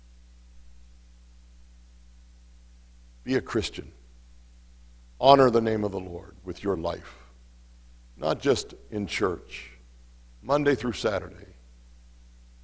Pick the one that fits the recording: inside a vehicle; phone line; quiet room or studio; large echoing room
large echoing room